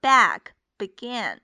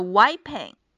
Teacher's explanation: 这两个词的元音都是这个扁口的 a,梅花 a,嘴巴要很扁，而后边的 wiping 是一个双元音 i,这个时候嘴巴要大一点，而且是有一个弧度的 wiping,所以这两个元音千万不要搞混了。When the waitress came back, she began wiping down the